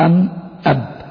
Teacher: المثلان أو المتماثلان هما الحرفان اللذان اتحدا مخرجا وصفة، يعني اتحدا مخرجا يعني الاثنين بيخرجوا من مكان واحد كالباءين، فالباءين باء وباء، الباء تخرج من الشفتين معا بانطباق